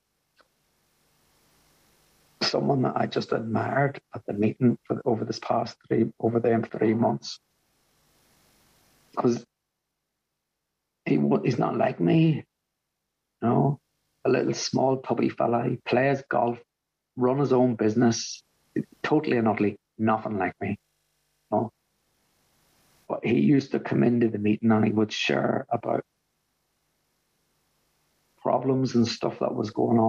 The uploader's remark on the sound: a meeting from the Magical Mystery Tour zoom group held at the beginning of January of 2023